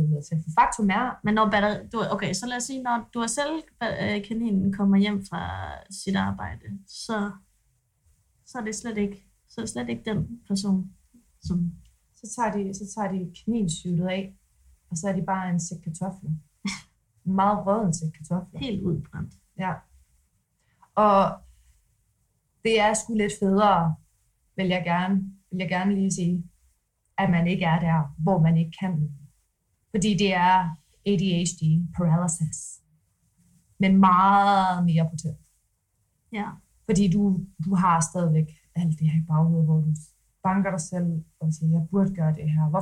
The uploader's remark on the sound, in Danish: Undskyld for den ringe lydkvalitet og de svingende niveauer af jingles, vi arbejder på sagen og er ved at samle komponenterne til et ordentligt studie setup.